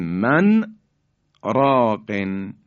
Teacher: این کلمه دیگه نون ساکن در را ادغام نمیشه استثناءن، میگیم من راقن، که بایستی یک سکتی رو در اونجا ما انجام بدیم، من راقن.